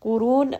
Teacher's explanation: ra here is going to be heavy because it has a dhamma. And then we end here on a four count, mad'arid lissukun.